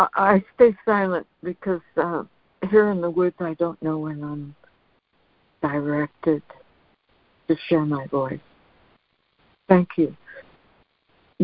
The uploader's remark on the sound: ACIM Daily Conference Call